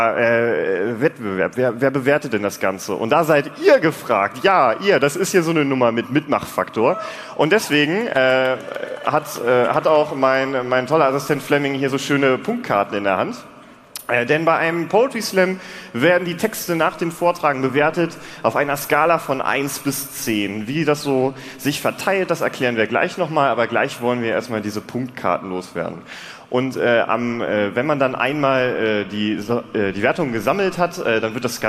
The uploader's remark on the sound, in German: Chaos Communication Slam (35c3). Hierbei geht es um einen Wettkampf bei dem selbstgeschriebene Texte live vorgetragen werden. Stimmt das Publikum zusammen über die besten Beiträge ab.